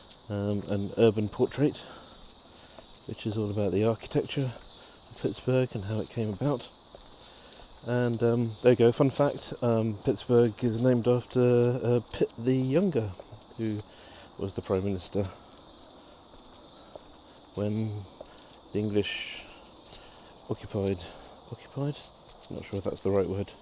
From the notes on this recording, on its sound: Walking around Egdewood. Here are a selection of short audio clips, often recorded on the move as I'm traveling, these include letters to home from our new life in Pittsburgh, but also postcards from other places.